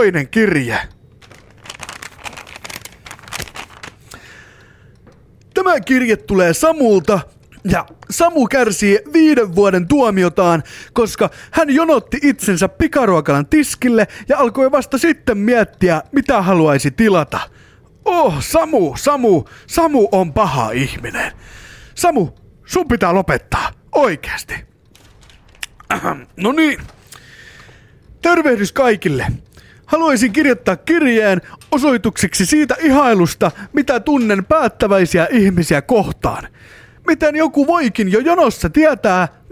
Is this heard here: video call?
no